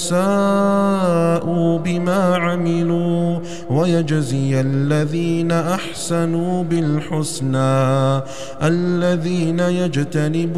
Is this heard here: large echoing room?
yes